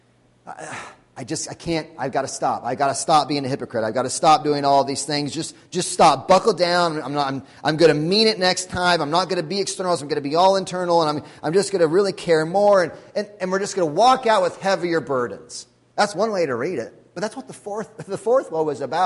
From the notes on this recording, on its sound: Sunday Morning Sermon Audio